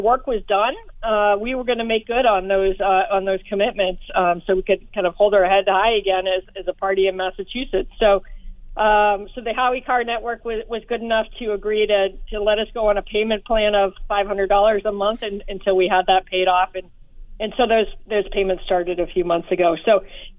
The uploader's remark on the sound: Candidates for the Massachusetts Republican State Committee call